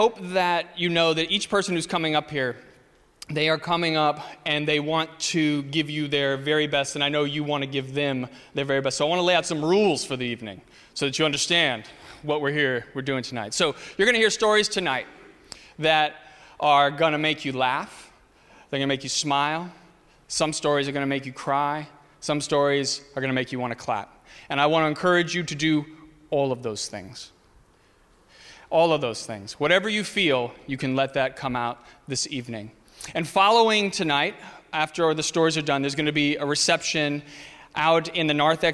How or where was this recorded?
live audience